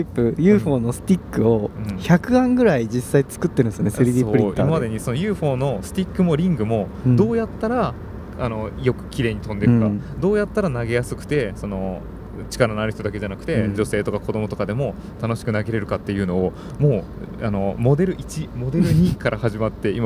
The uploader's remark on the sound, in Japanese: オランダ実況。オランダの車の中で収録・その① ※車の中で収録したためノイズが大きいです。